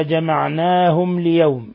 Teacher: ميم ساكنة جاء بعدها حرف اللام الحكم التجويدي إظهار شفوي